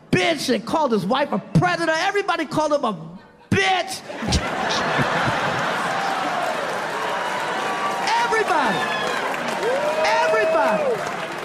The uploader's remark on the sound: live stand up on Netflix